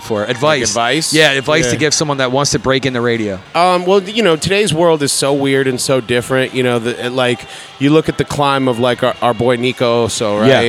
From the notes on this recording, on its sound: Live at Wicked Wolf Philadelphia